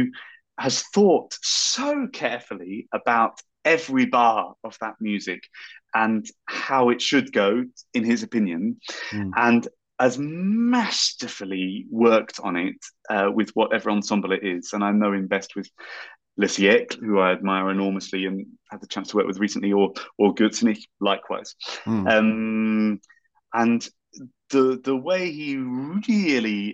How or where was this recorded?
video call